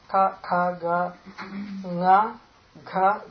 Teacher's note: Kantyaha means guttural. It's made in the throat.